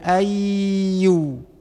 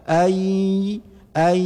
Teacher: dengan nun mati bertemu dengan ya, ada idghamnya, ada dengungnya · Shown in: second take · Pada lafaz i tetap i, kemudian ni ada kedengaran melewati nafas udara dengan rongga hidung.